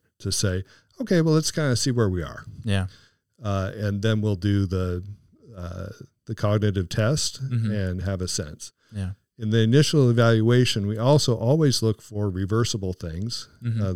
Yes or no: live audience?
no